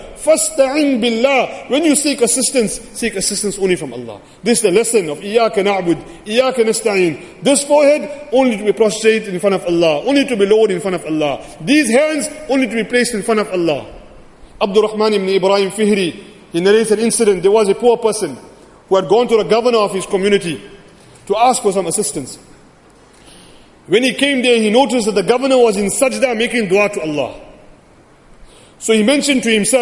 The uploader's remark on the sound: Jumuah lecture